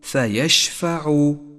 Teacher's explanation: فيشفع صفة التفشي لحرف الشين، صفة قوة لهذا الحرف. فيشفع وهو الحرف الوحيد لهذه الصفة.